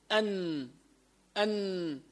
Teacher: كمان طرف اللسان تحت اللام قليلا وهو مخرج النون، تقول أن أن.